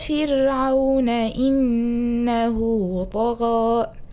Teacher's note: إنه طغى، لا قش طغى، هنا الغين معناها ابتدأت مفخمة، نعم، ولكن المد معناها رقيقة أو قلي لك قليلا، فلا نقول طغى، لا طغى، نفس درجة التفخيم في الغين وكذلك في الألف